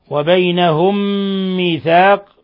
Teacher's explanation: أضغمت الميم الساكنة في الميم المتحركة صارتا ميما واحدة مشددة مع غنة، ثم لما وقفنا على القاف نقف عليها بالقلقلة ميثاق لأنها · Term: إدغام مثلين صغير